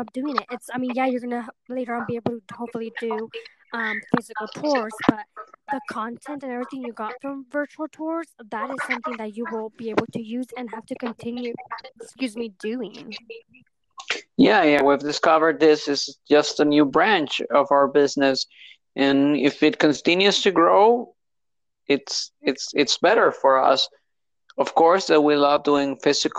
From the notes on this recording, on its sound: There was light connection issues so segments were recorded.